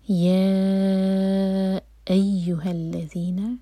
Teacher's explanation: یا چار حرکہ لمبا، مد منفصل ہے، اس کے بعد حمزہ پر کٹ آف ساؤنڈ. یا ایہا الذین آمنوا، اسٹریچ کے بعد میم پر زور.